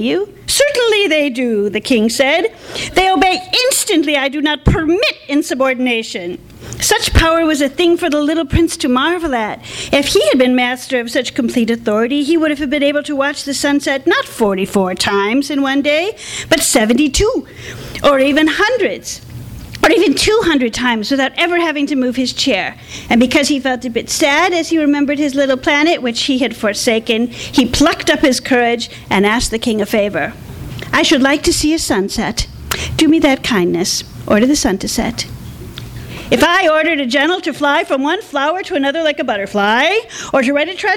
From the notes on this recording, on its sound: Our second in a series of rant/rave nights featuring local authors talking about books that they love or love to hate! THIS EVENT WAS RECORDED LIVE AT SKYLIGHT BOOKS JUNE 16, 2010.